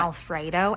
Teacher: she uses the word Alfredo, and that also ends in uptalk